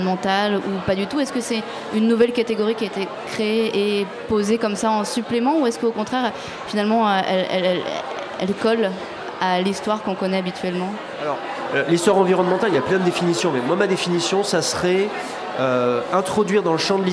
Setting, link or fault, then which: setting, live audience